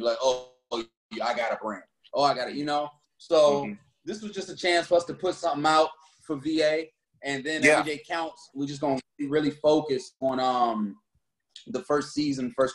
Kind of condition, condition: link, video call